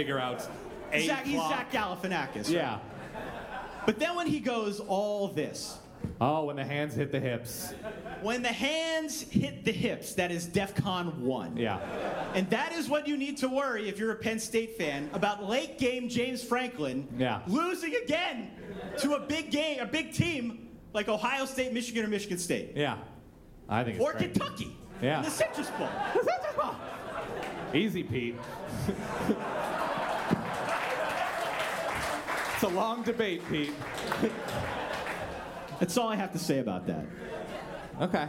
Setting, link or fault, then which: setting, live audience